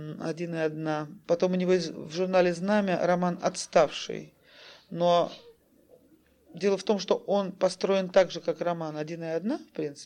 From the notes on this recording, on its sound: Delivered at the University of Kansas on October 5, 1988. As part of the Russian Writers in Residence program.